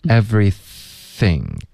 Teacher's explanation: 注意 everything 别发成 sing 舌尖要碰上齿